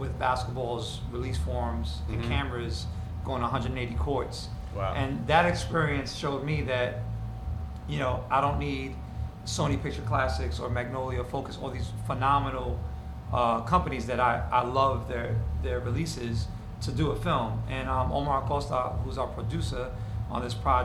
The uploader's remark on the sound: This week we come at you live and direct from the world Los Angeles premiere. It’s a short interview because we taped right before the film started.